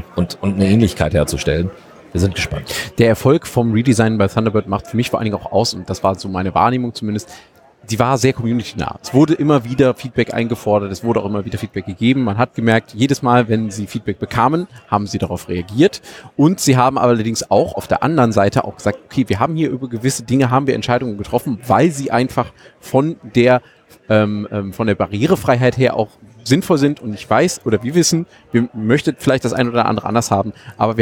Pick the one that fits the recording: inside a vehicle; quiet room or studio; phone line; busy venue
busy venue